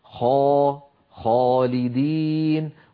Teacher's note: الخاء مفخمة وبالتالي كانت الألف التي بعدها مفخمة · Term: تفخيم